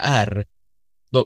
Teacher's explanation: Ja, det kallar vi för uvulat, det ljudet, vi fonologer. Det betyder att tungspenen är inblandad och folk vet nog inte riktigt vad tungspenen är.